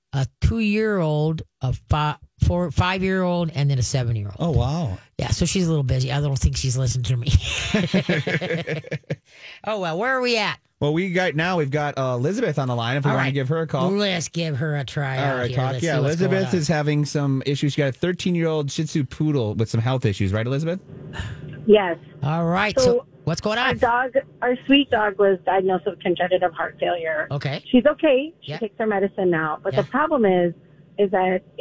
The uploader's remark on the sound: More Great callers with great questions